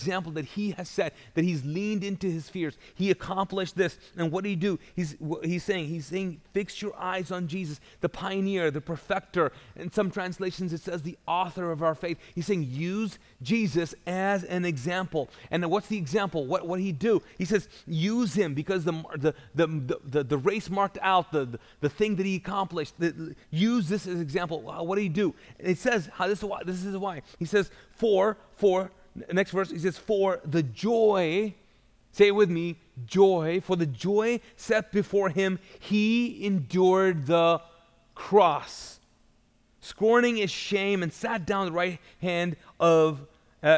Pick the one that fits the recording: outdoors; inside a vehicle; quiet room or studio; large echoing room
large echoing room